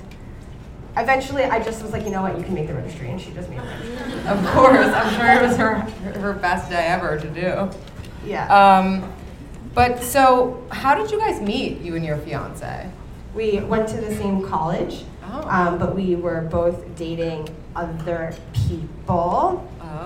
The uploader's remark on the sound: In this live episode from Caroline's On Broadway.